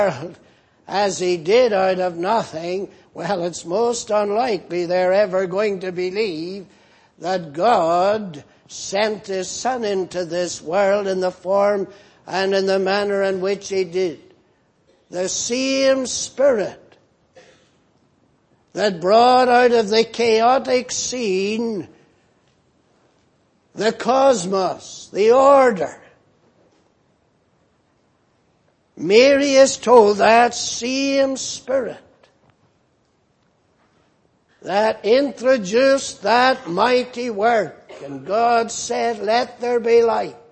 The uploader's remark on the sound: Preached in Grafton. At the Lord's Day Morning service on 1st July, 2018.